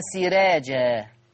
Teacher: ورش يرقق الراء المفتوحة المصبوغة بكسر.